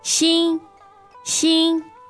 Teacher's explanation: So first tone is high and even. · So first tone is that high and level tone.